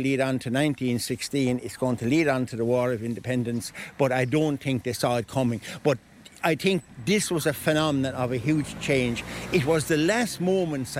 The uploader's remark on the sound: We'll go live to the cottage in a few minutes. Take a walk around Loughmore.